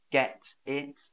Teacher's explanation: there's a vowel after the T, so I'd probably still say the T.